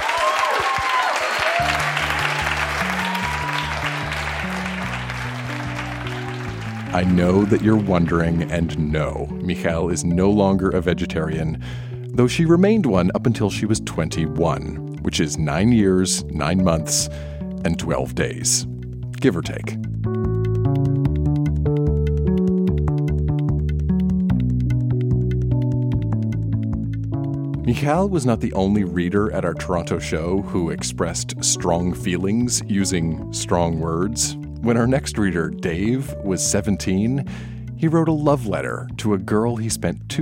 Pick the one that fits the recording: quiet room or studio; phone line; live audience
live audience